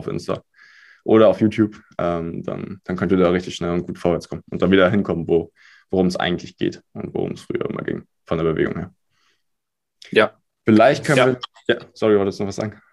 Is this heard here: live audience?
no